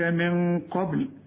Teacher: نون بعدها قف، عاوزين غنى القف من حروف الإخفاء، من قبل، والباء حنقلقلها، من قبل أن يأتيهم، شوف الهمزات